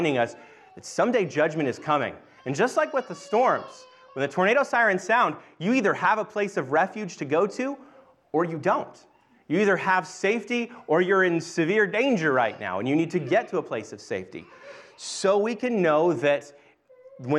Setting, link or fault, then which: setting, large echoing room